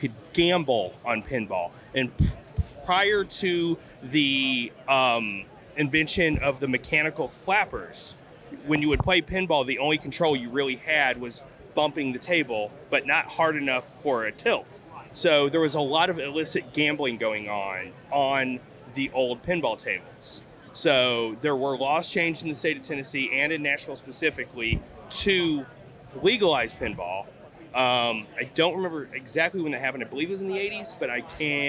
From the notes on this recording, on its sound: We're LIVE from the tradeshow floor at Craft Brewers Conference 2023 in Nashville! We’re doing rapid-fire trivia with brewers, vendors, and CBC-goers.